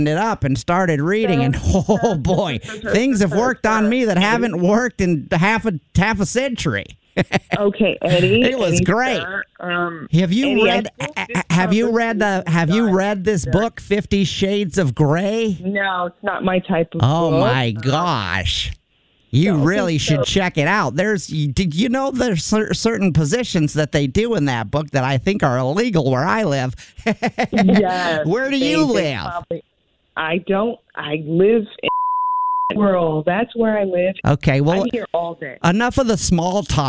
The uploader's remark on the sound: Calls a bookstore. In this Phone Prank!